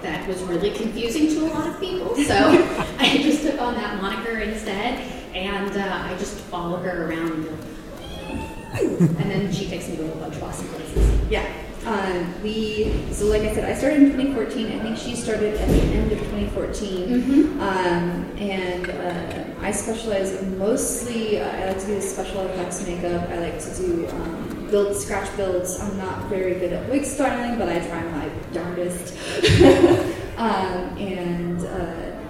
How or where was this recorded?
live audience